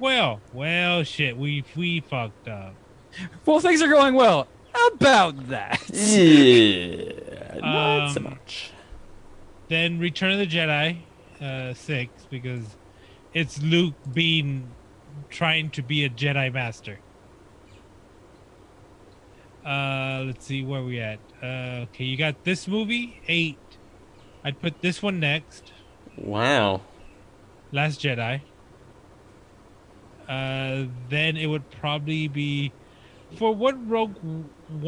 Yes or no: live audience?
no